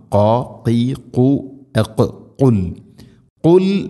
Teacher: ഖാഫ് എന്ന അക്ഷരത്തിൻ്റെ ഉച്ചാരണം തൊണ്ടയുടെ മുകൾ ഭാഗവും കഴിഞ്ഞ് ചെറുനാക്കിൻ്റെ ആ ഒരു ഭാഗം പ്രത്യേകം ശ്രദ്ധിക്കണം.